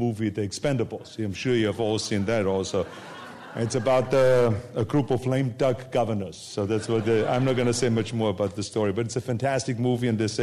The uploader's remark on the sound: This program was recorded in front of a live audience at The Commonwealth Club on September 27, 2010